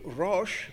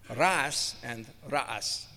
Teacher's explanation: It doesn't have the sh, it has a s sound for the cognates in Arabic. · Shown in: second take